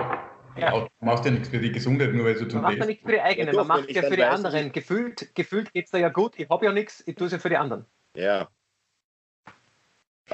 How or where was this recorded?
video call